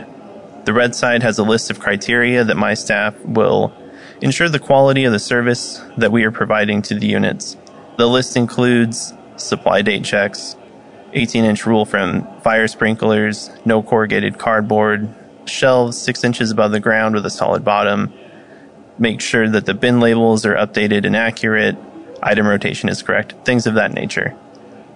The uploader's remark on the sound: live at AHRMM23 in Orlando